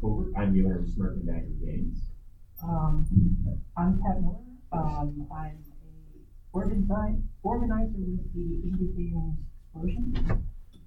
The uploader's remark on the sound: Recorded at Metatopia 2023